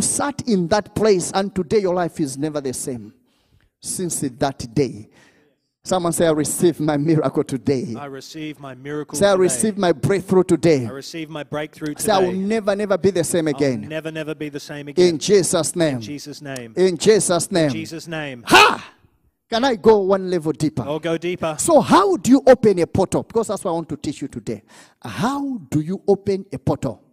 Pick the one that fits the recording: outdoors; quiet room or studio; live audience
live audience